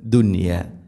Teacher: ഇവിടെ സാക്കിന നൂന് ശേഷം യാ വരുമ്പോൾ ശരിക്കും ഇവിടെ ഇദ്ഗാം ബിഗുന്നയാണ് അതേസമയം ദുനിയ എന്നത് ഒറ്റ പദത്തിലാണ് നൂനും യാ ഉള്ളത് അതുകൊണ്ട് അവിടെ ഇദ്ഹാറാണ് ചെയ്യുക വെളിവാക്കി ഉച്ചരിക്കണം മണിക്കരുത് · Term: ഇദ്ഹാർ